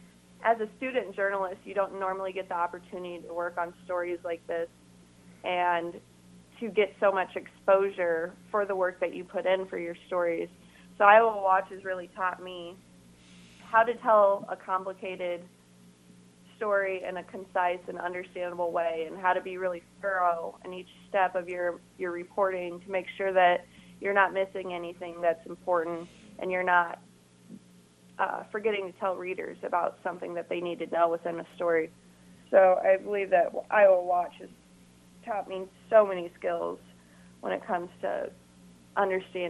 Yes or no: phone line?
yes